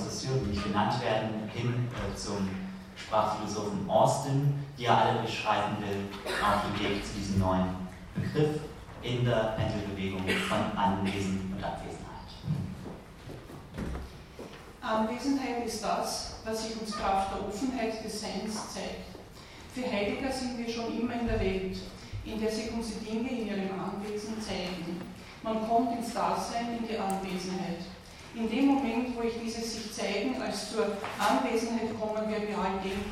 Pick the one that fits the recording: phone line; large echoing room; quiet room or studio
large echoing room